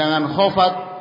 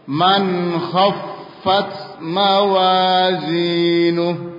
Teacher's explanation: Jadi ada tasdid, itu hurufnya dua, tebal. · Shown in: second take